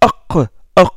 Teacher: Qaf, quand la partie postérieure frappe le voile du palais, ça nous donne qaf, dites aq, aq, c'est une occlusive velaire, dorso-velaire, si vous voulez · Donc, de la partie postérieure de la langue, il sort la lettre qaf. Qaf, quand la partie postérieure frappe le voile du palais, ça nous donne qaf, dites aq, aq, c'est une occlusive velaire, dorso-velaire